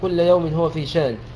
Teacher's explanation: إبدال الهمزة ألفا، لأن الهمزة هنا ساكنة وقبلها مفتوح · Term: الإبدال